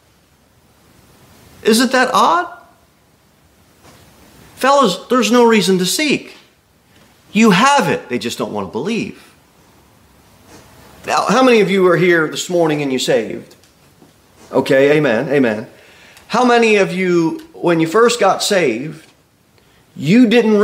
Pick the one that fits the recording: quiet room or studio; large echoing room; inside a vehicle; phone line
large echoing room